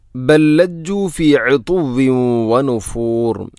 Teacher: ഒന്നാമത്തെ ലാമിനെ രണ്ടാമത്തെ ലാമിലേക്ക് ഇദ്ഗാം ചെയ്യുന്നു, കൂട്ടി ലയിപ്പിച്ച് ഒതുന്നു